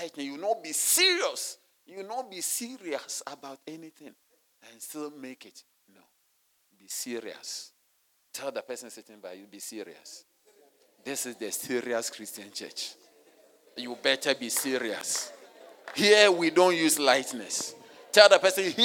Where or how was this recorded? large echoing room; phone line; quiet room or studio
large echoing room